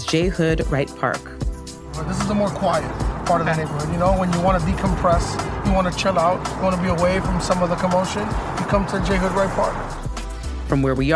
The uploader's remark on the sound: Takes the A-line up to Washington Heights, a loud, vibrant Dominican neighborhood in New York City. For a walking tour of his hometown. A local shortcut to avoid walking some of the steepest hills in all of Manhattan. Nicholas Ave., a bustling thoroughfare at the heart of Washington Heights.